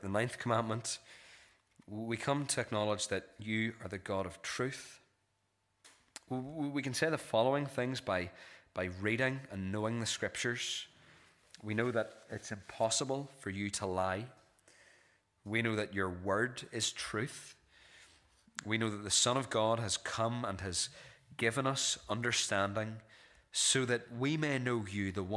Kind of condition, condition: setting, large echoing room